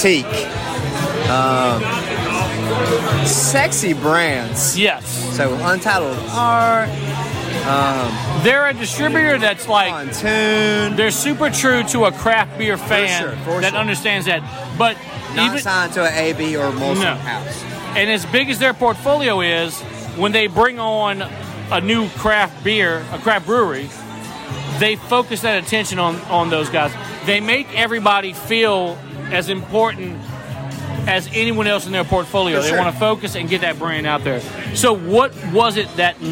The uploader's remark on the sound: for their South Louisiana release pint night at Mid City Beer Garden in Baton Rouge